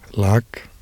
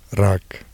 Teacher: Lateral approximant and trill.